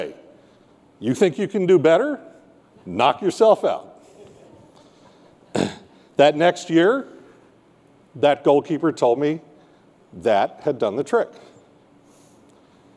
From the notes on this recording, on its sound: got up on stage at the 2019 KMS Convention in Seattle